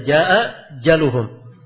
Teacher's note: Ada dua hamzah. Satunya berat. Maka satu digugurkan. · Term: isqat